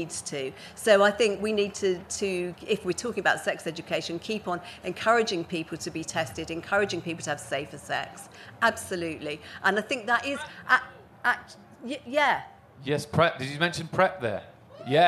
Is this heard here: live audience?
yes